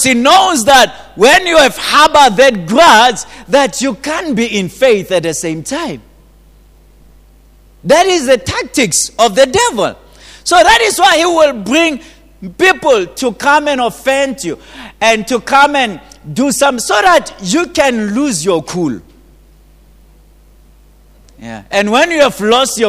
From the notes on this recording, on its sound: At GTCFC City Campus in the morning service.